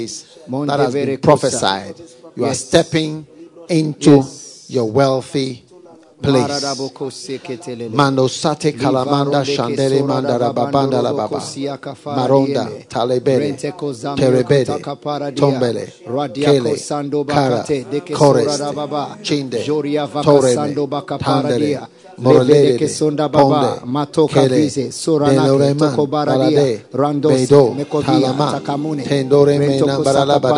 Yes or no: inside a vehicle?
no